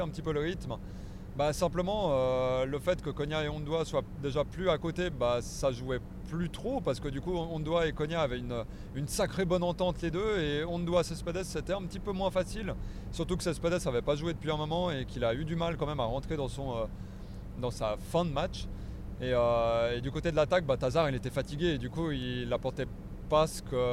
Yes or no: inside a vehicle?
yes